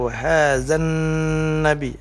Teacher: Kemudian ada lagi gunnah musyaddadah pada kata wahazan nabi, ada nun yang bertasydid ya